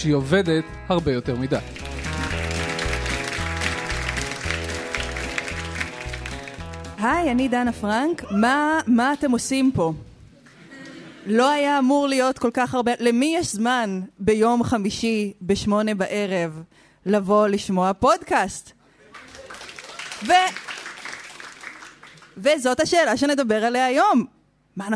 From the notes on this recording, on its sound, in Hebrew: חיות כיס לייב. בשבוע שעבר נפגשנו עם המאזינים שלנו בתל אביב והעלינו פרק חי מול קהל.